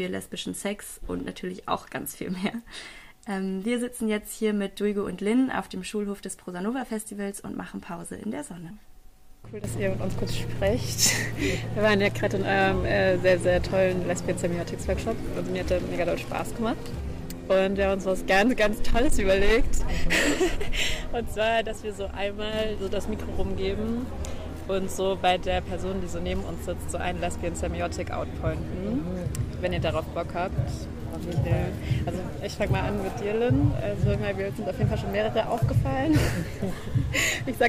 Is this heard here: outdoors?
yes